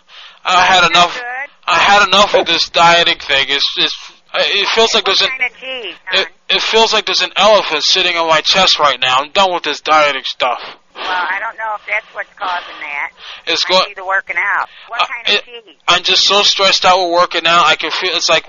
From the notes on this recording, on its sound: Prank Phone Calls Collection